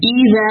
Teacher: زائل میں دھیان دیں زبان کی نوک باہر نکلی ہونی چاہیے آپ کی